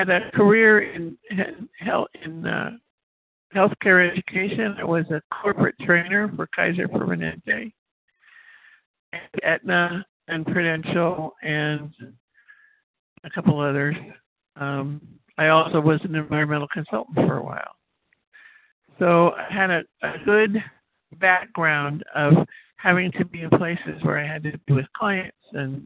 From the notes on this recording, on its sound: from the 100 Pounders Phone Meeting, 11/17/23.